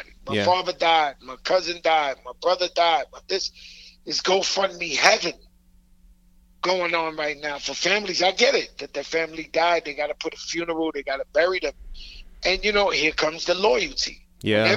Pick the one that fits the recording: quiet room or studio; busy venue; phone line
phone line